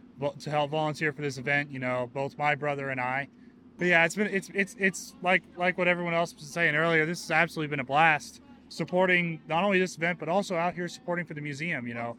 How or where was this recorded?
busy venue